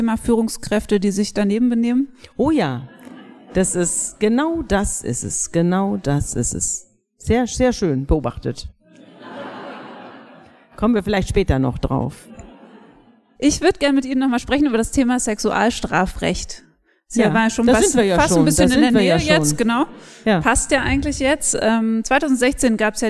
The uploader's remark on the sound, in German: Diese Folge ist ein Mitschnitt der Live-Veranstaltung.